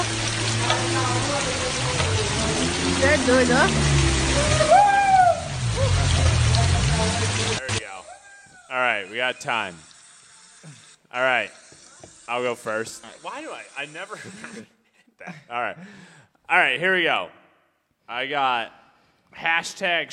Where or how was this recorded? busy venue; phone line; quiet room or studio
busy venue